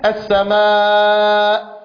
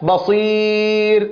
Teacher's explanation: وليعلم أن ما بين الفكين في الألف أوسع مما بين الفكين في الياء